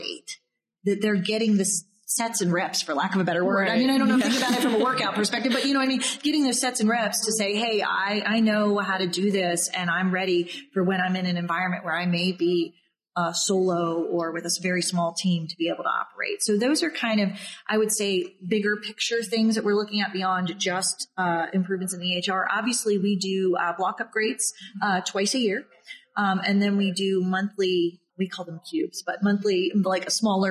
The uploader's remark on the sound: Live from HIMSS. At HIMSS in Chicago.